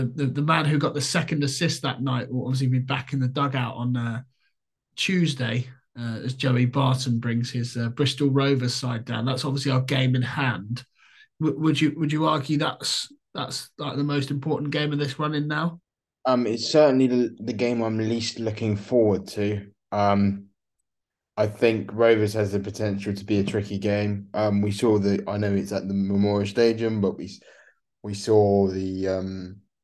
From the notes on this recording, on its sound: on a zoom call